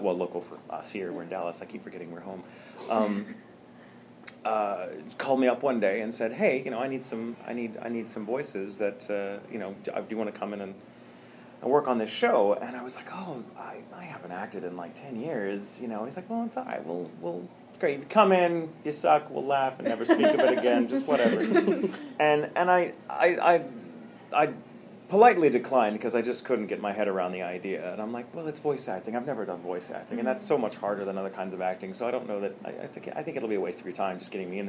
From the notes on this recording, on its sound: A-Kon 26 Interview. During A-Kon 26 in Dallas, Texas at the Hilton Anatole.